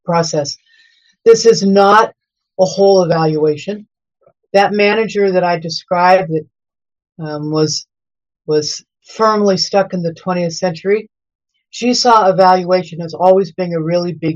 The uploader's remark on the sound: We present the audio from that webinar.